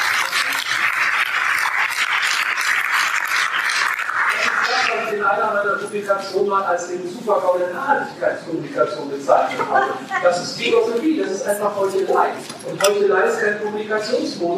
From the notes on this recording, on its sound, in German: Wir dokumentieren hier die Diskussion der DGB Hochschulgruppe. Die schlechte Tonqualität ist zu entschuldigen.